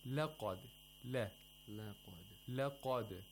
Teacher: The qaf has tafkhim while the lam has tarqiq.